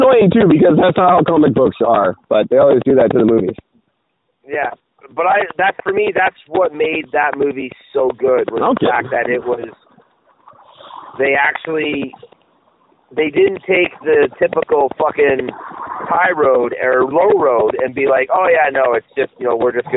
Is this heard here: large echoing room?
no